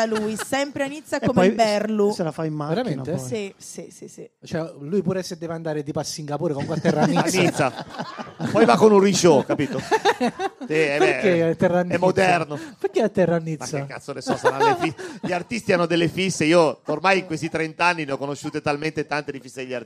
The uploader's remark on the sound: Live dal GhePensiMi di Milano